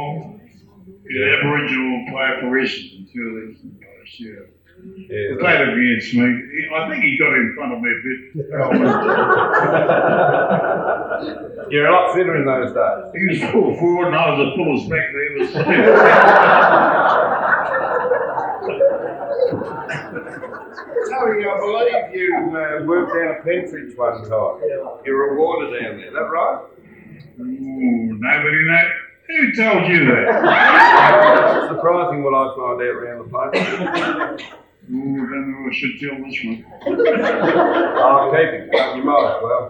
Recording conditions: poor sound quality